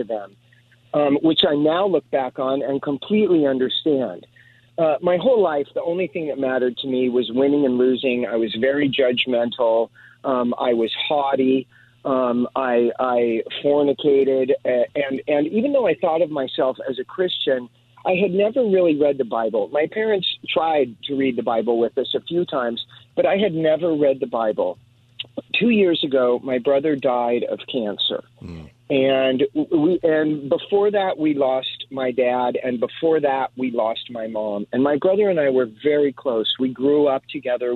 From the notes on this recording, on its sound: Open Phone Friday. Takes listeners calls on any topic.